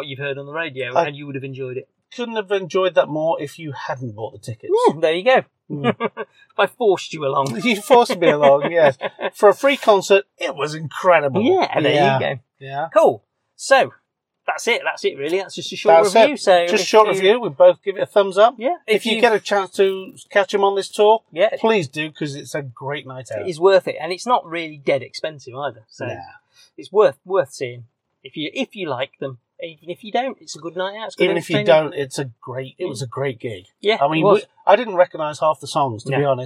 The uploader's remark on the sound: It was recorded in my car afterwards, so apologies for the sometimes dodgy sound quality.